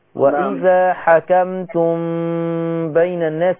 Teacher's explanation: الميم وراها باء، في عندك إخفاء شفوي · Term: الإخفاء الشفوي